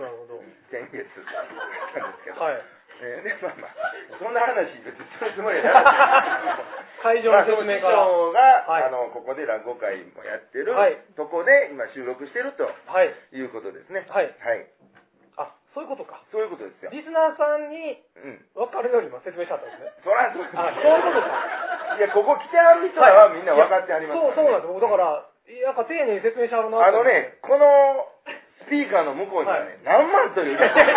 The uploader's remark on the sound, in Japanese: 公開収録 前半。